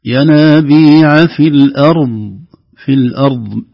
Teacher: بدون قلقلة في الضاد